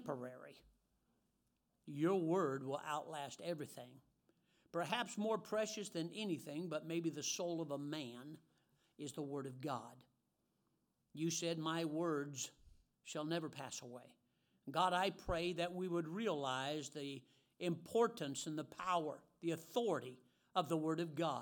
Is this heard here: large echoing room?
yes